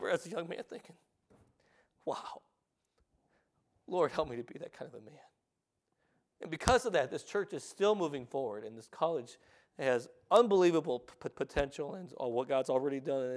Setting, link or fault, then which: setting, large echoing room